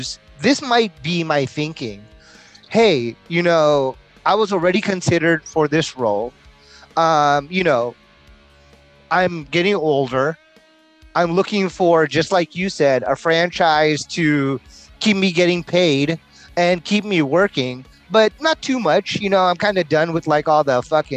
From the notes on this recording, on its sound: gives us a break down while driving north on the road